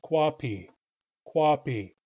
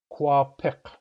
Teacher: But when coffee takes suffixes, it gets pronounced kwapik. So that long I gets replaced by a short I followed by a Q. · Shown in: second take